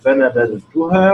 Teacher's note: وأظهر أيضا الذال الساكنة عند التاء في كلمة نبذتها